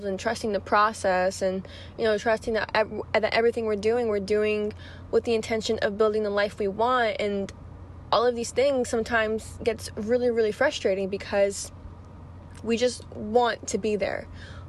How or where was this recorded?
inside a vehicle